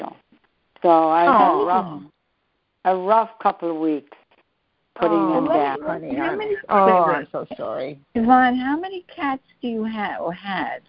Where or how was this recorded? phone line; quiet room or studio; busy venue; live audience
phone line